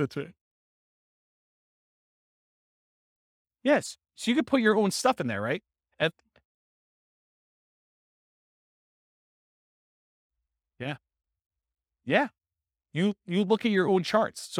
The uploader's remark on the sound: This was a live class recorded